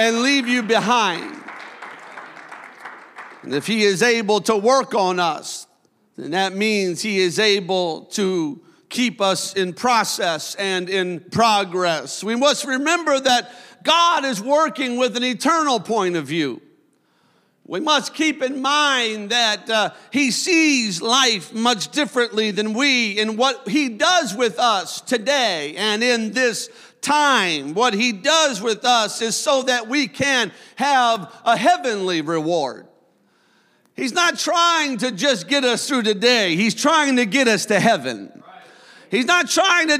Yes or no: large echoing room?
yes